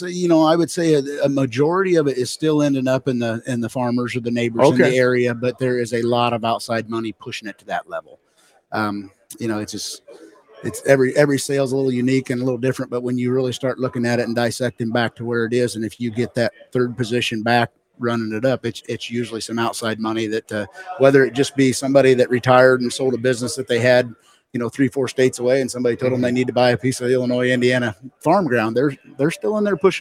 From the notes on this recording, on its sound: Tuesday on AOA, we broadcast live from the Moving Iron LLC Summit in Nashville, TN.